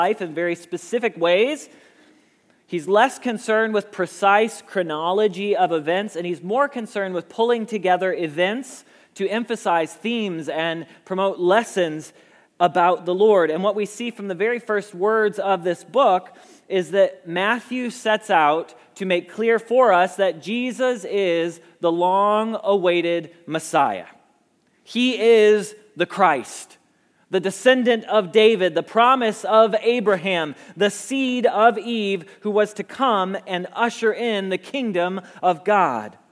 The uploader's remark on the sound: Message Preached at Valley Creek Church